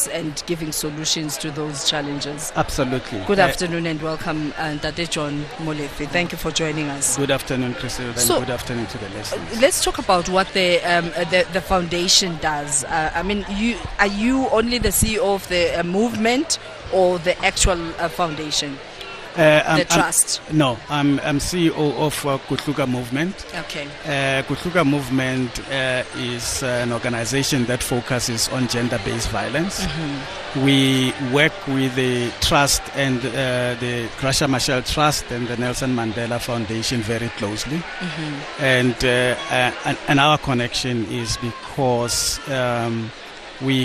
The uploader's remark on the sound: OUTSIDE BROADCAST